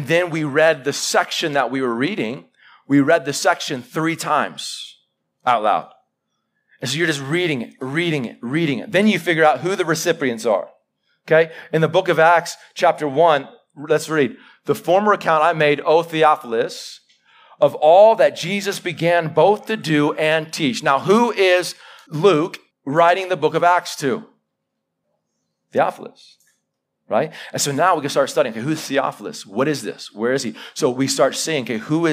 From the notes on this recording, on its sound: Live sermon recorded 11-July-2021